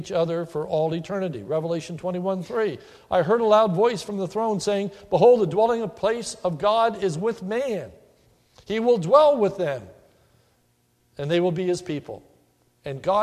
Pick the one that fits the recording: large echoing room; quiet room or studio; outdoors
large echoing room